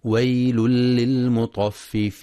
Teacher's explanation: ينتبه القارئ للإدغام الكامل بغير غنة في ويل للمطففين